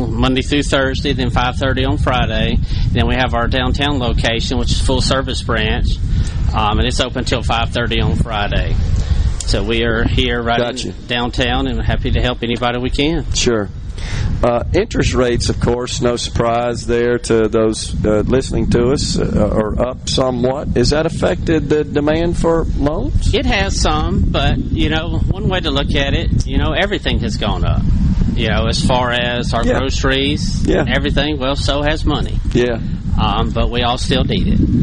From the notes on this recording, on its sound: Is LIVE from Walley Properties in Ellisville. Under the SuperTalk Mississippi tent.